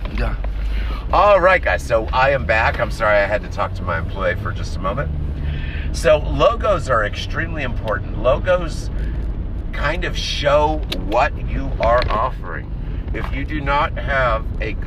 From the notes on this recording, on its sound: in the car